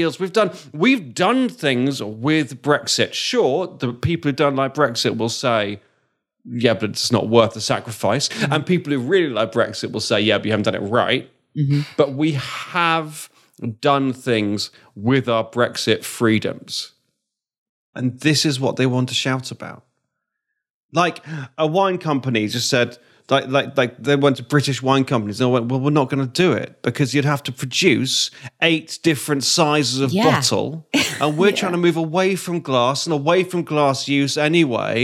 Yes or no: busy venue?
no